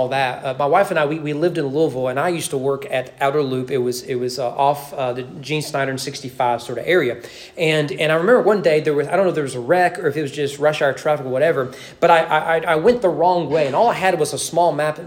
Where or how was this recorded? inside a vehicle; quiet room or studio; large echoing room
large echoing room